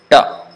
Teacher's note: the tip of the tongue touches the top of the hard palate · Term: retroflex